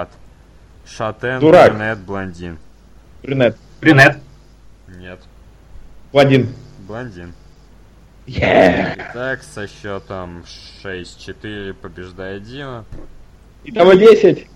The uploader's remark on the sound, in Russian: Записанный в не очень высоком качестве.